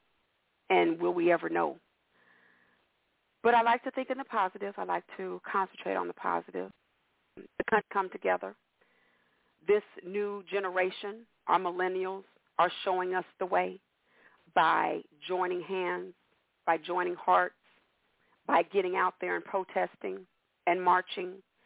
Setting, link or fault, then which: link, phone line